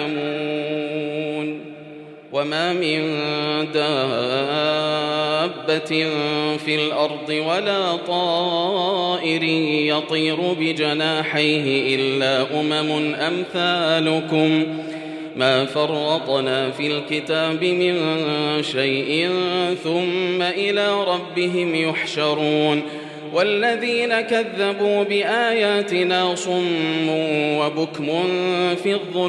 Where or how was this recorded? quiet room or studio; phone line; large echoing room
large echoing room